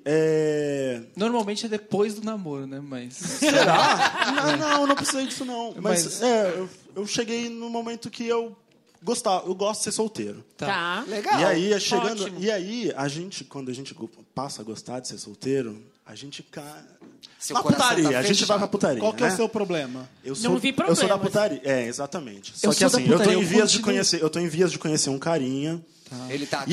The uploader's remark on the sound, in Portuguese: Especial de Natal ao Vivo